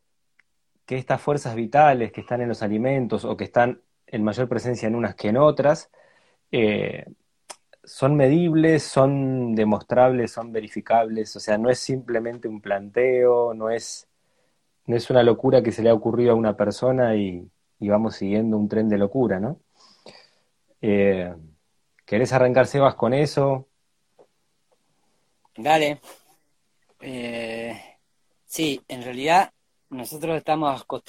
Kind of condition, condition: link, video call